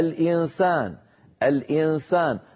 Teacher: نطقنا من النون غنتها ولكن الفم مهيئ على مخرج السين. من هنا اعتبر علماؤنا هذا العمل إخفاء، وبينا عندما درسنا أحكام تعريف الإخفاء وسأعيده الآن حتى أؤكد على هذا المعنى، أن الإخفاء عملية تشبه الإدغام وتخالفه، وتشبه الإظهار وتخالفه.